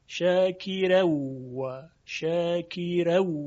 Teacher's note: را متحرکی داریم که ما قبلش مکسوره و مانعی هم نیست، بنابراین ترقیق میشود برخلاف سایر قرائات